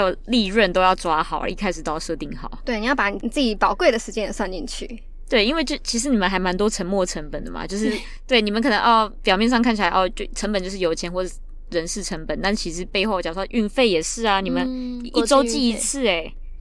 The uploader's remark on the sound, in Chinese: 第一次嘗試在車上用一隻USB麥克風錄音(Carcast)